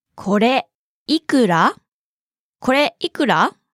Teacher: Note the pause after これ and the rising intonation at the end.